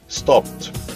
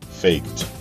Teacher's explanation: se tratam de sons consonantais produzidos em outras regiões da boca, sem vibração das pregas vocais · Term: unvoiced